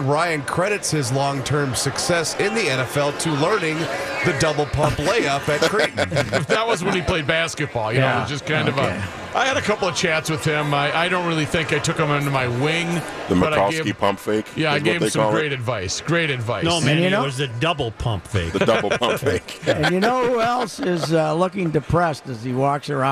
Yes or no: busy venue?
yes